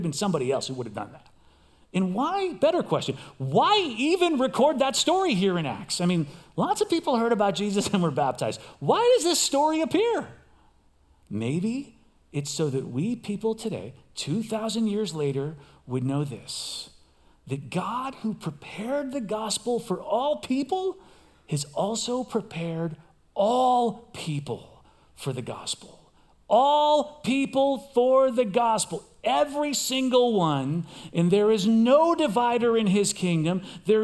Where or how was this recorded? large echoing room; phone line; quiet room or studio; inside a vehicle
large echoing room